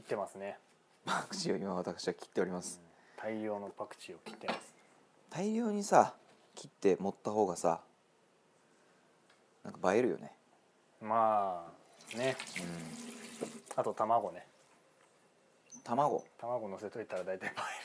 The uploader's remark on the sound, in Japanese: 高性能マイクが咀嚼音を若干拾っております。